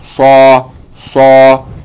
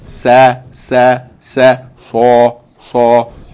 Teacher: But with saad, it's velarized, right? · Shown in: first take · Yani tafkhim, sa, sa, ha, sa, seen, sa, sa, sa, sa.